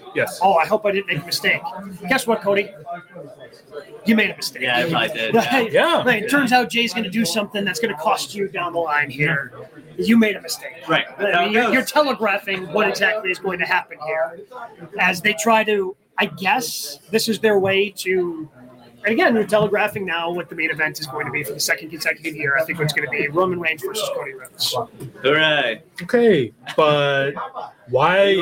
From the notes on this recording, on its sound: live from Starrcast in Chicago